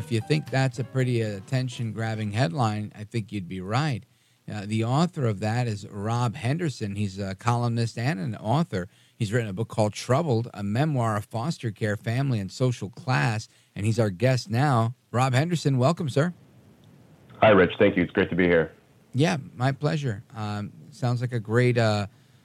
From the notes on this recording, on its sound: we take your calls in open phones across America